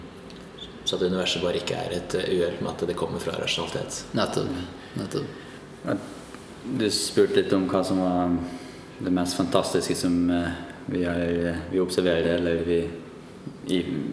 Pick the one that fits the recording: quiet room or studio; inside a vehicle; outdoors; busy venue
busy venue